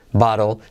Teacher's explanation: T como R suave y letra L clave, pero solo una pizquita al final. Bottle. No bottle, sino bottle.